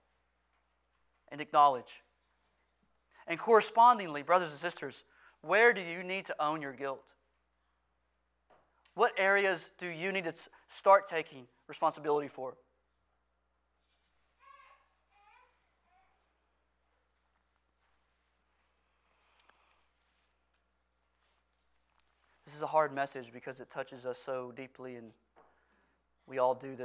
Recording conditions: large echoing room